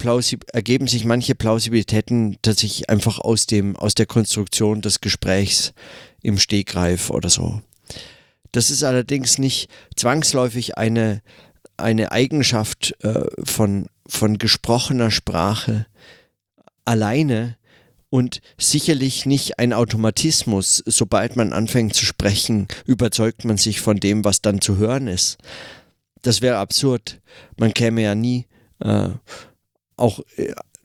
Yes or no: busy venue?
no